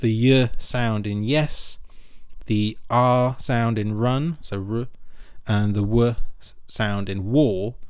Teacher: So according to the psychologist, swear words around the world typically lack approximants, which are the sounds made by bringing your lips, teeth, hard palate, or tongue close to one another, but without them making contact. So if you think of the y sound in yes, the r sound in run, so r, and the w sound in war, these are very common like themes and mouth shapes during swear words around the world.